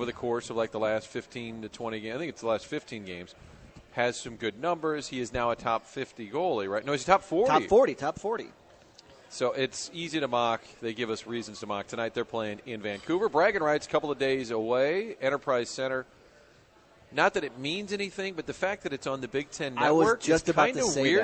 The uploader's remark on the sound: broadcasting live from Hot Shots in Fenton